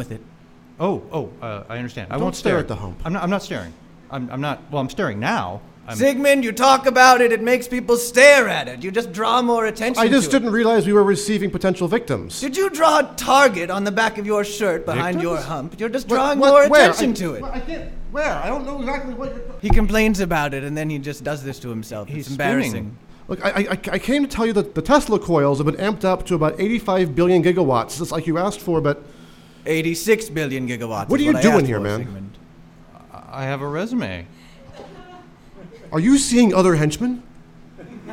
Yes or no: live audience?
yes